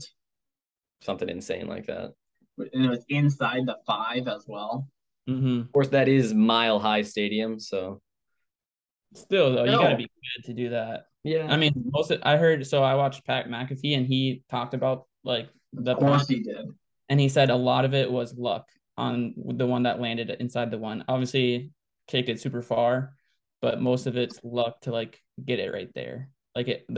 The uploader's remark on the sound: First episode recorded via zoom.